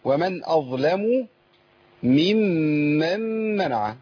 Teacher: عندنا ميم مشددة وعندنا ميم مشددة نتيجة الإضغام